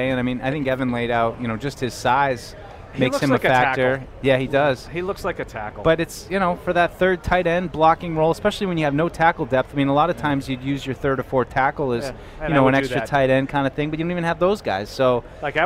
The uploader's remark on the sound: Training Camp Day 3 Live Show. Broadcasted live from Day 3 of Patriots Training Camp.